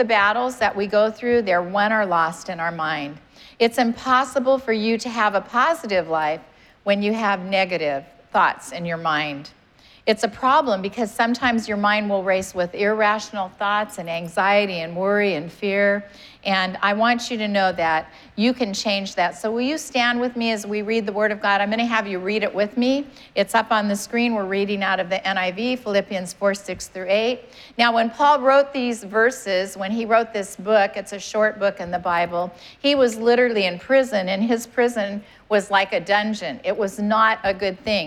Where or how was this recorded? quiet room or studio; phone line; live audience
live audience